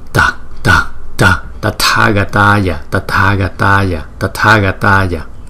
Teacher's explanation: Chữ T với chữ H chúng ta đọc là tờ hờ chứ không phải là thờ.